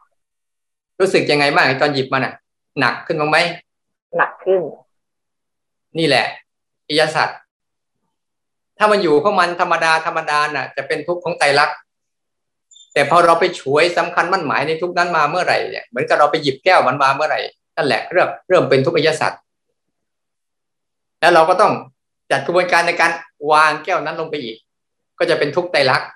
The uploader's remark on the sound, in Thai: คอร์สออนไลน์ (ผ่านโปรแกรม Zoom)